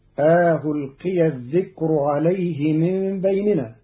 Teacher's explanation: قرأ قالون كلمة ألقي بتسهيل الهمزة الثانية بين بين مع إدخال ألف بين المحققة والمسهلة فتصير ألقي الذكر عليه من بيننا، وهي في لغة العرب للجمع بين اللغات.